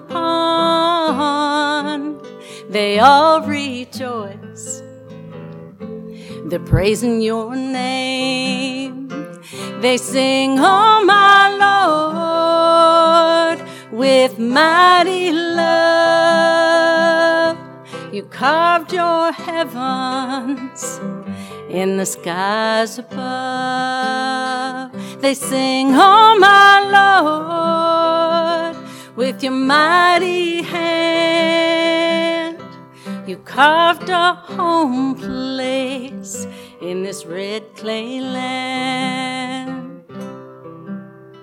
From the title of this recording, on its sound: Live worship service